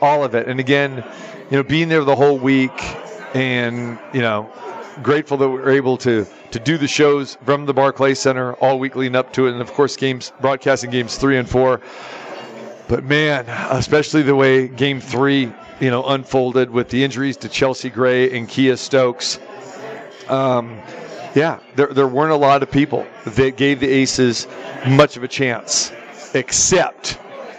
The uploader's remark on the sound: Live from the Super Book at Westgate Las Vegas